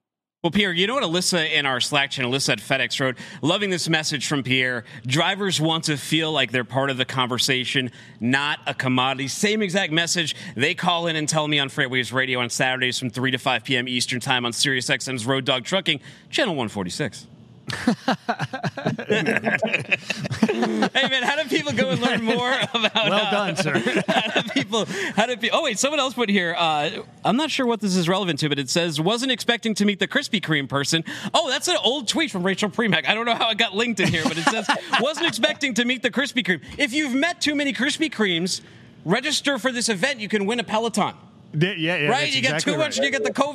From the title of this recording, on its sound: LIVE from Carrier Summit